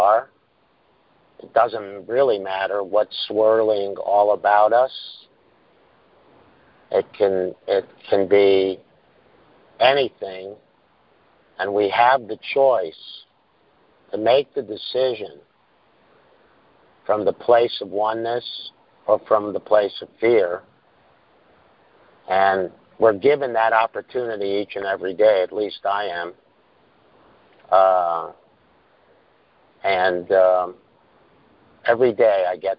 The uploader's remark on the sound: Conference Call